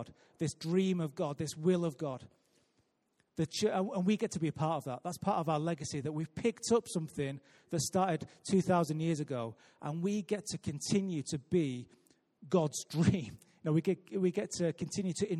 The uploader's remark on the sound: Recorded live at Life Church